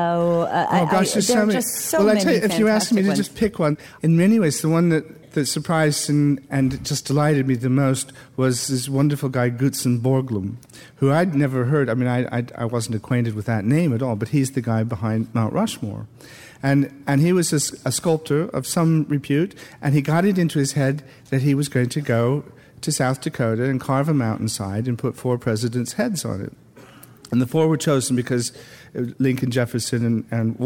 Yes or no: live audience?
yes